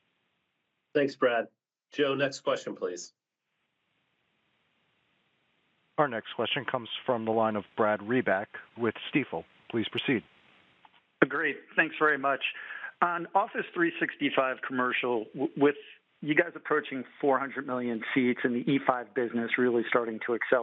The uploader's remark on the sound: MSFT – 2023 01 24 – Q2 FY2023 Earnings Conference Call